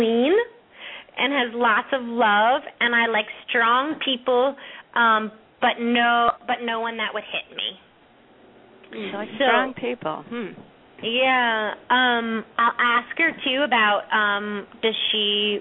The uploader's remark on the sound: open up the lines for listeners to call